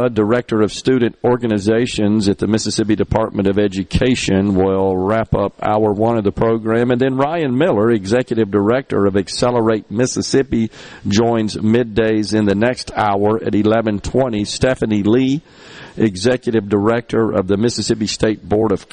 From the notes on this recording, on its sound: MidDays is LIVE from the Mississippi Trademart for MS Construction Education Foundation Skills Competition